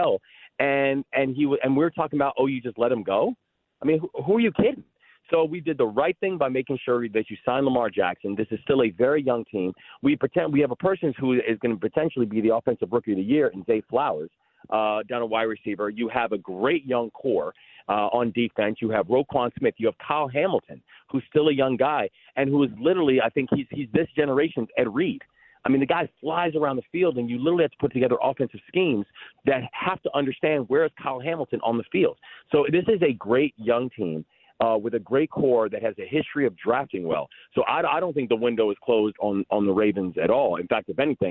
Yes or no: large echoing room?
no